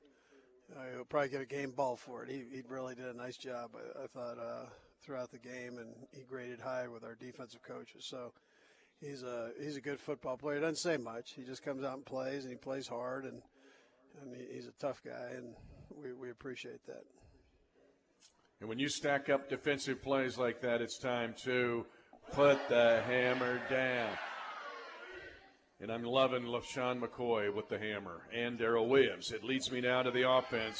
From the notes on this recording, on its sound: broadcasts live from the Hy-Vee Market Grille in the Northland